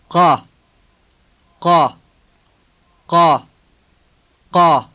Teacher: saying the K-like sound as far back in your throat as you can